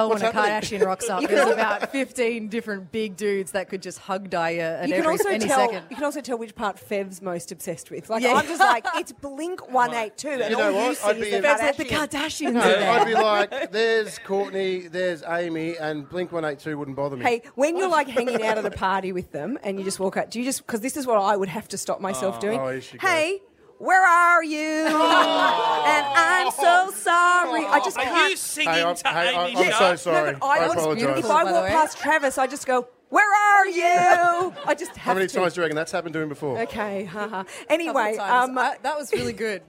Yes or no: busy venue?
yes